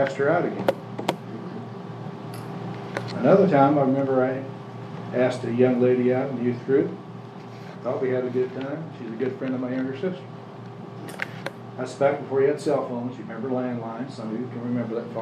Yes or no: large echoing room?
yes